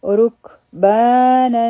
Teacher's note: لفظ به څنګه ویلی کیږي نتلوها او اخیری لفظ دی رکبانا دلته کې به را غټه وایو په کاف باندې به همس کوو · حرفي مده دی دوه حرکه به یې راکاږو او په نون باندې تنوین دی